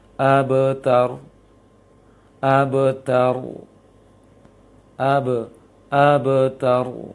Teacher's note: Kokolah kecil itu huruf kokolah sukun di tengah bacaan sehingga pantulannya kecil. Tidak, gambarannya ataupun bentuknya adalah ketika antum membaca ba kokolah tidak terputus suara antum dengan bacaan huruf setelahnya.